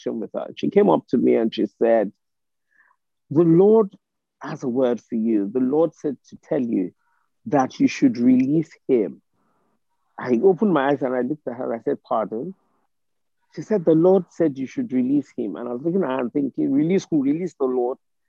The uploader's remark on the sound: We had an insightful single mums zoom event and this is the recorded audio.